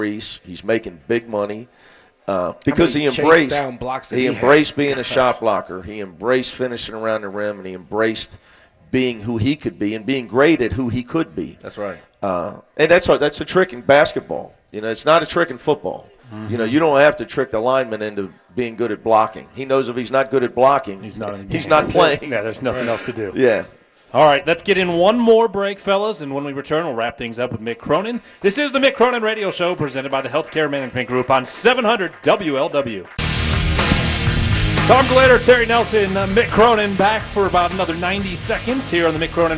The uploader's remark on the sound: live from the Montgomery Inn